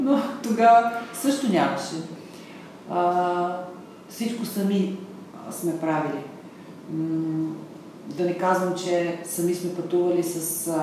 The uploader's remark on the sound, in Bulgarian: Моля да ме извините за притеснението при записа и страничния шум.